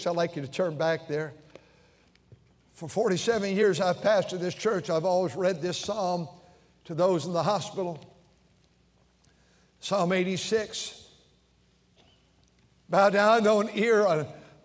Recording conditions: large echoing room